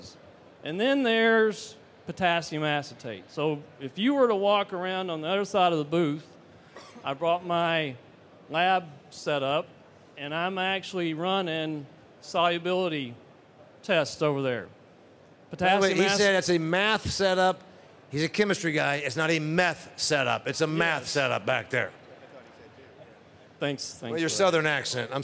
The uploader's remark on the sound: panel discussion at 2023 Commodity Classic